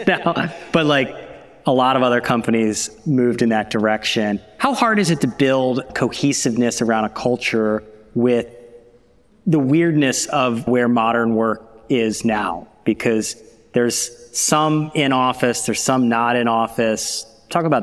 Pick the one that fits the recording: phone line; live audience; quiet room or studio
live audience